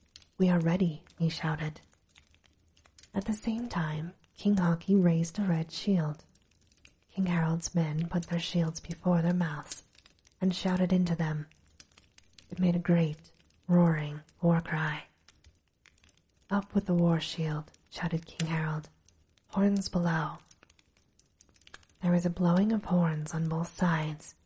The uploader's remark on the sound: Recorded with a light fireplace in the background for sleep ambiance.